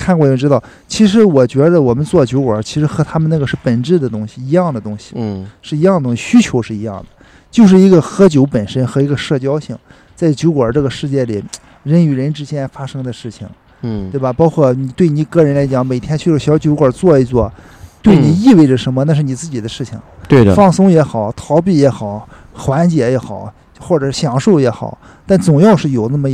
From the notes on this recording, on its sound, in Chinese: 录音地点：小醉精酿啤酒超市-济南市凤凰街1区211